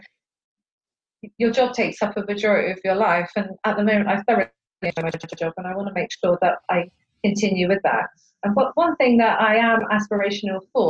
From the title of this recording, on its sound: poor audio - please forgive us!